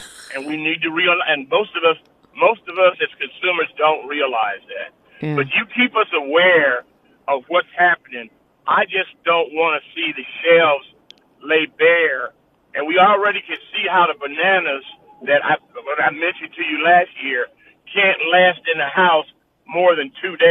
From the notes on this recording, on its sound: Open Phones. The phone lines are hot.